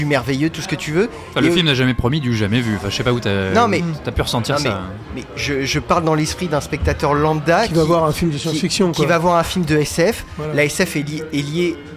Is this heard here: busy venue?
yes